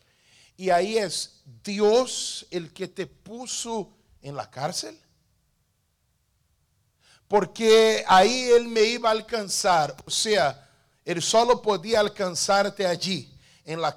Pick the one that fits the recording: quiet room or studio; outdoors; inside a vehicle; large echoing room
large echoing room